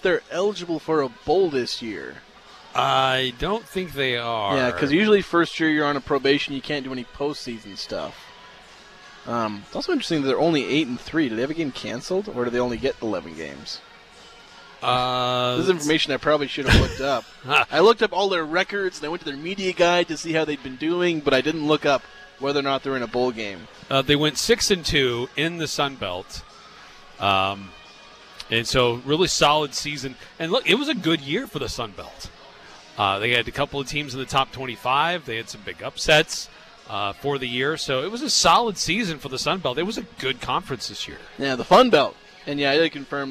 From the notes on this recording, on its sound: Live at Beehive. Broadcast the show live from Beehive Grill.